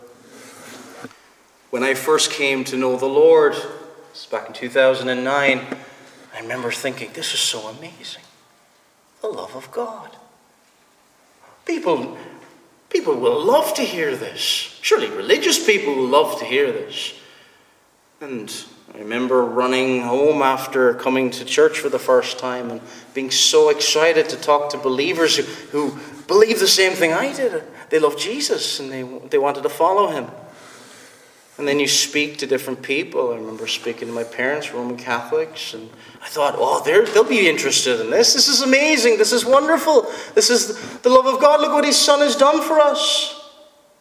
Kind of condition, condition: setting, large echoing room